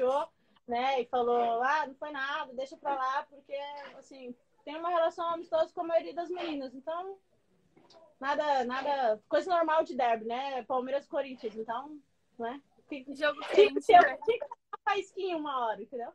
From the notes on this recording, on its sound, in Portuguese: Rolou uma live no meu instagram